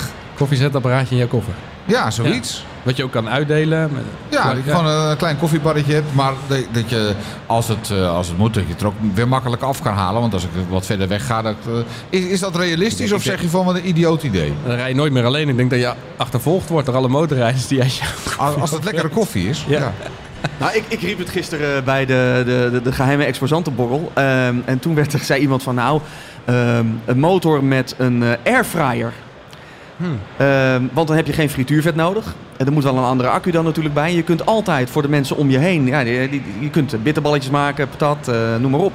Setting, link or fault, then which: setting, busy venue